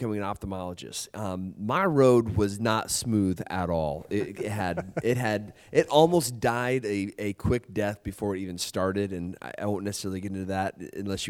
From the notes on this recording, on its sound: At MillennialEYE Live for another live Ophthalmology off the Grid interview.